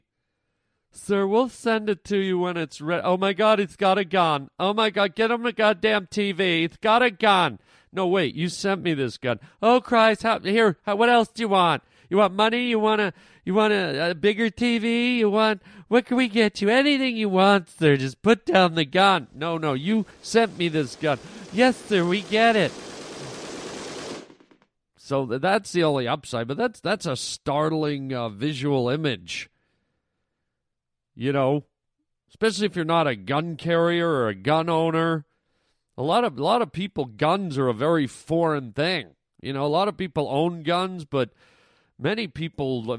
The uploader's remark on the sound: Today we play your phone calls.